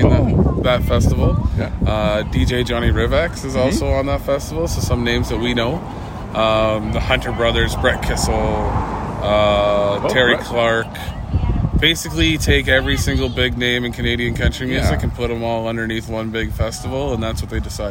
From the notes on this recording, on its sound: I happened to be in that area of Thunder Bay , it was a warm summer day. The following recording is our conversation from his lawn as his children took care of the bustling business in the background.